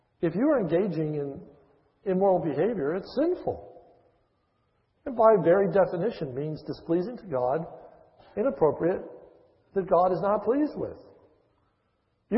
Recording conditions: large echoing room